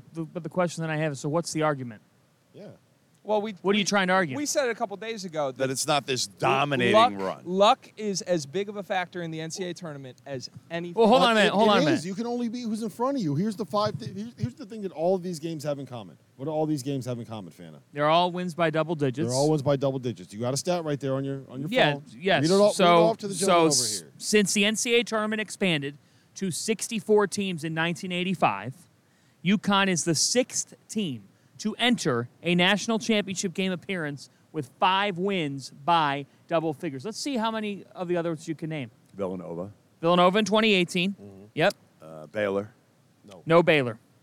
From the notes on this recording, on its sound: Final Four Reaction LIVE from NRG Stadium! Recap the Final Four games live from NRG Stadium in Houston!